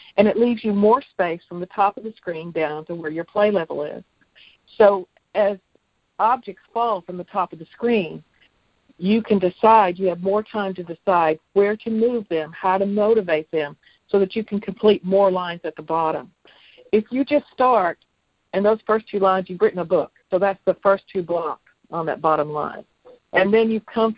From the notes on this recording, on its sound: jumped on the phone